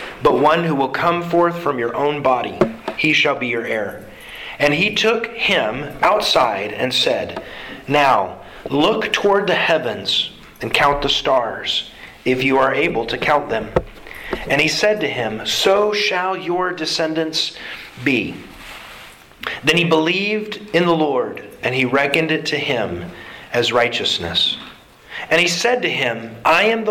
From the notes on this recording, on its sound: Sermon delivered to the Galena Bible Church